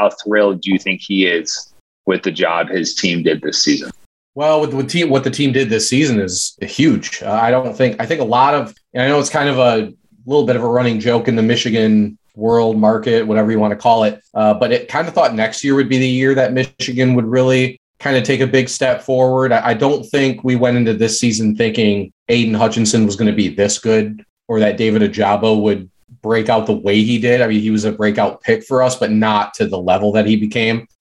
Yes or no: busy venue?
no